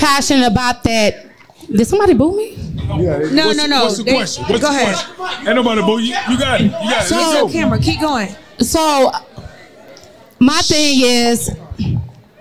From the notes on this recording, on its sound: Rhythm Bar Houston Tx Live on Set. Very first Live Shoot on location.